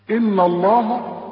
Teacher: إنما هنوصل بقى هنرققها ونفخم لفظ الجلالة. إن الله كله التي تخص لفظ الجلالة المفتوحة لازم ترققها.